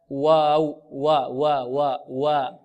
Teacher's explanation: نرقق الواو ونفتحها فتحا متوسطا، فتح المتوسط هكذا، واو و و و و التقوى هكذا بإذن الله. · Term: ترقيق الواو